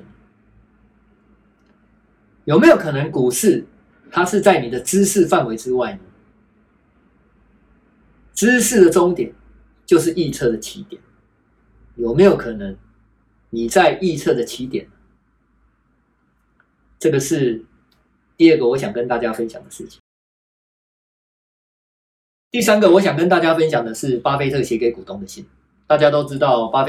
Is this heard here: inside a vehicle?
no